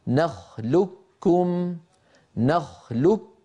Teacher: أغلب حتى القبائل كان يدغم القاف في الكاف فيقول نخلقكم نخلق، فينطق كافا مشددة لا يبقى للقاف في النطق أثر